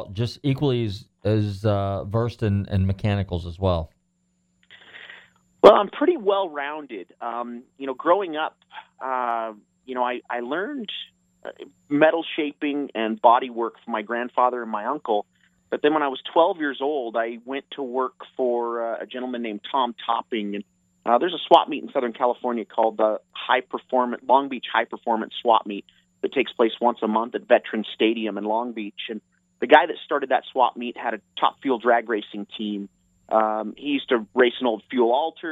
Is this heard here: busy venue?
no